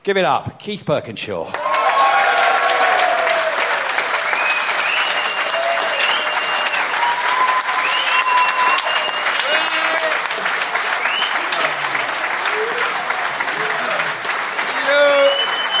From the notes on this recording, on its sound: The eighth live show